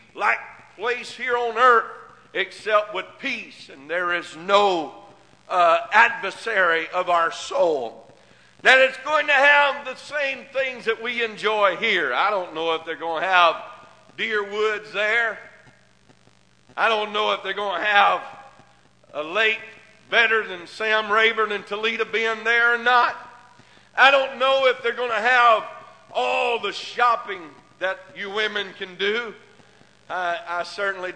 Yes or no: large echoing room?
yes